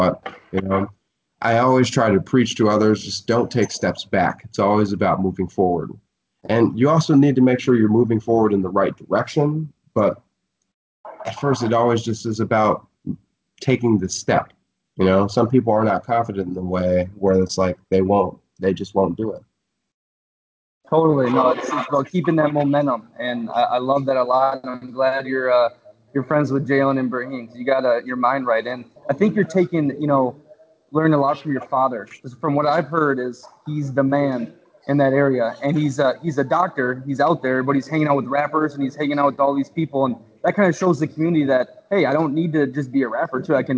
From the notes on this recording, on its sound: Currently in Budapest. Were able to get a skype interview. All the way in Martha's Vineyard.